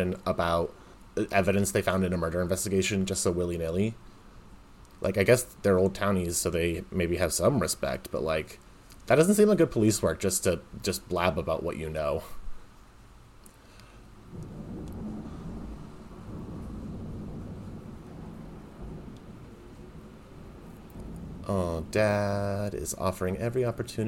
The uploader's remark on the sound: Thunderstorms and lightning. Today's episode is a full-on audio experience unlike any other Twaugust ep - Mother Nature herself is my special guest.